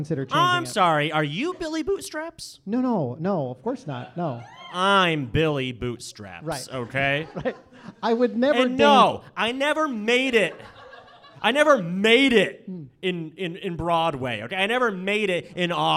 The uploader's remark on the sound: It’s a very special LIVE episode of The Corporation, recorded in front of a small but mighty audience at Vermont Comedy Club!